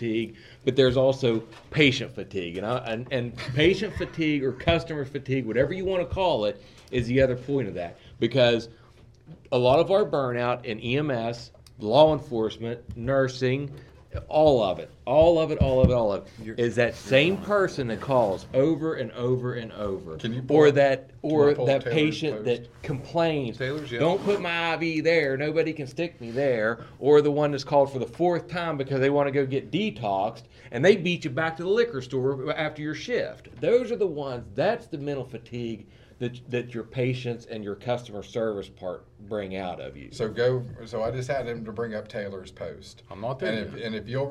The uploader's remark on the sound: come to you live from the VFW in Westover